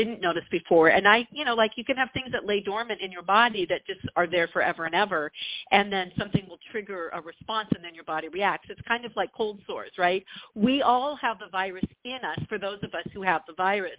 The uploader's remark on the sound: WE ARE TAKING YOUR CALLS LIVE In the 2nd half of the show!